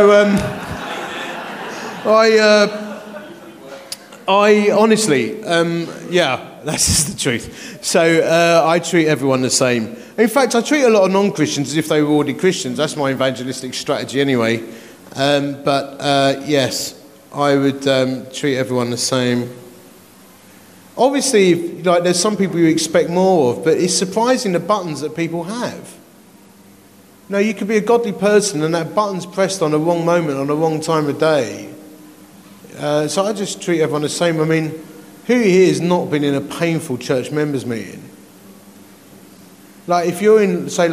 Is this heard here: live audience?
yes